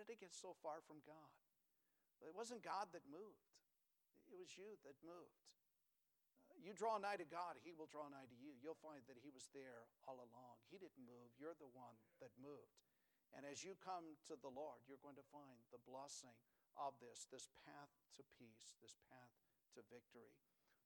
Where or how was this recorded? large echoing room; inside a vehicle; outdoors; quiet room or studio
large echoing room